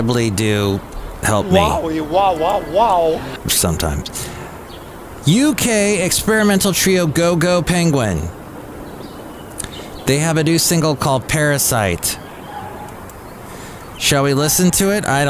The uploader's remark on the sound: Podcasts live from Cafe Anyway.